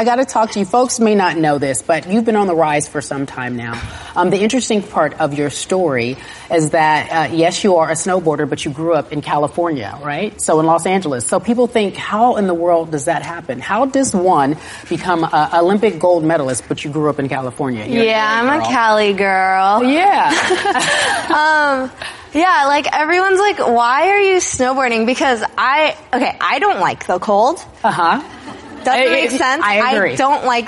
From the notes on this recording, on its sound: in front of a live studio audience